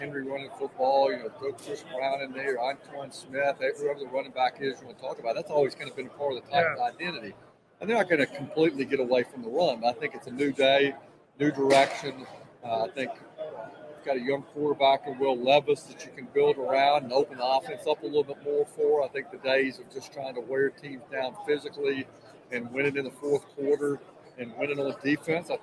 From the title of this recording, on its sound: Live At Super Bowl!